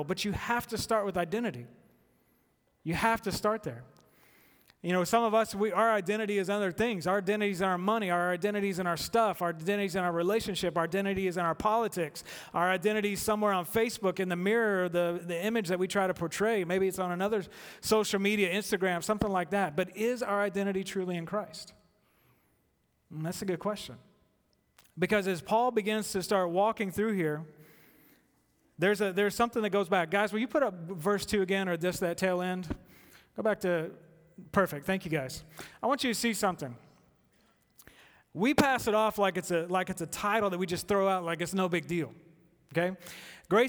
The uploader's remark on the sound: At The Fellowship at Two Rivers. Recorded live on August 4, 2019.